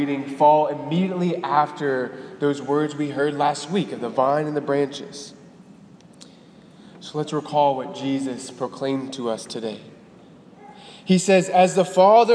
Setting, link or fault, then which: setting, large echoing room